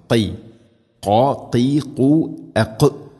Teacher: ഖാഫ് തൊണ്ടയുടെ മുഗൾ ഭാഗം, അത് കഴിഞ്ഞ് ചെറുനാക്ക്